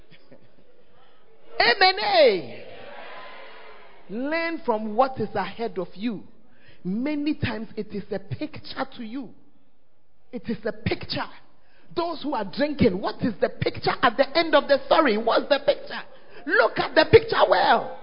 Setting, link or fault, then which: setting, large echoing room